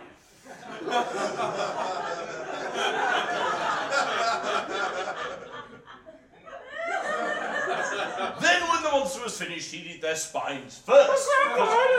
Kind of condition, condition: setting, live audience